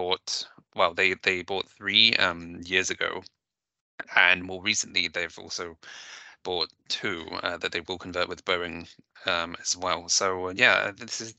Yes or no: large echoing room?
no